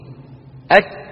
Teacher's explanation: الكاف صايرة عند الحنك اللحمي والعظمي معا، مخرج الكاف أقصى اللسان مع الحنك اللحمي والعظمي